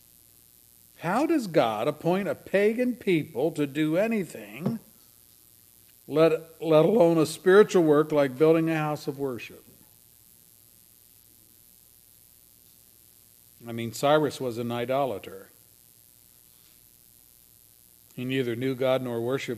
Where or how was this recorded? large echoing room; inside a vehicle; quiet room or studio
large echoing room